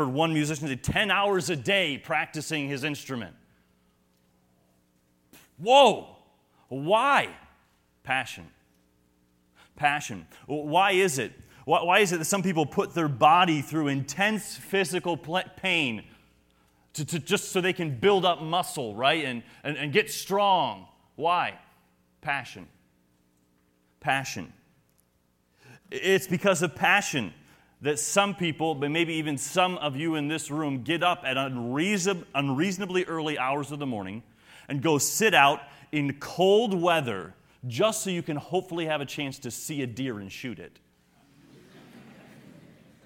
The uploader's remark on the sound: sermons and workshops delivered at the 2023 Thee Generation Youth Summit at Falls Baptist Church in Menomonee Falls, WI